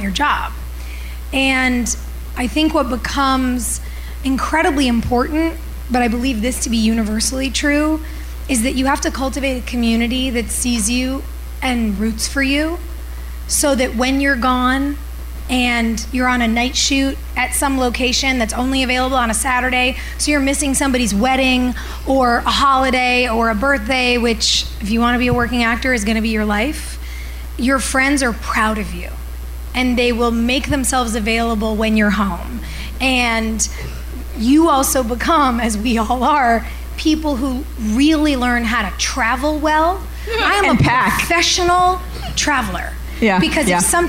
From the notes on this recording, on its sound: LIVE IN PHILLY!